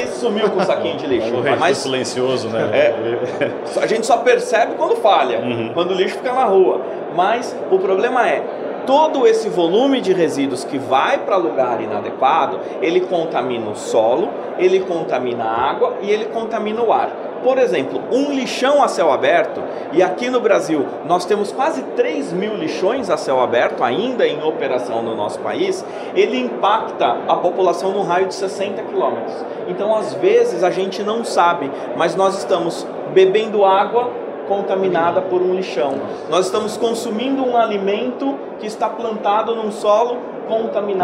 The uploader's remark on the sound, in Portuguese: A gravação aconteceu durante a 2ª edição do Simpósio Cidades Inteligentes, realizado pelo Crea-SP, em parceria com o Confea e Mútua-SP, nos dias 4 e 5 de agosto, na cidade de Santos, litoral de São Paulo. O evento reuniu profissionais do setor e membros do poder público.